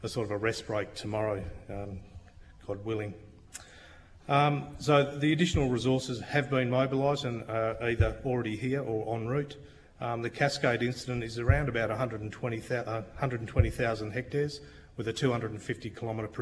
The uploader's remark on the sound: RAW - Esperance Community Meeting. This is the full audio from the Community Meeting held for the Esperance fires.